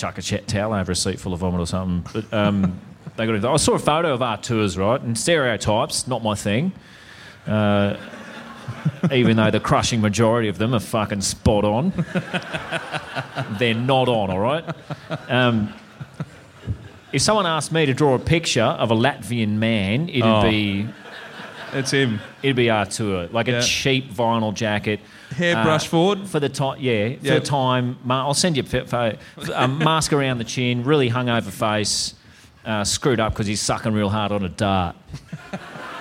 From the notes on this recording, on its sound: LIVE IN HOBART. The boys are back in the Apple Isle for a ripping live show at Hobart Brewing Co.